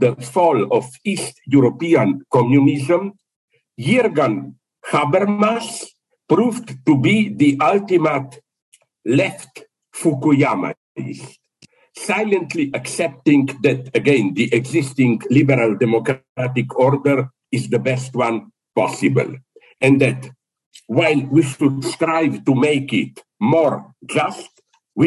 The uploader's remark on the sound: This is a recording of a Zoom presentation from 21st December 2022 for the Walden Korea Lecture Series, as part of the International School of Philosophy in ASIA (ISPA).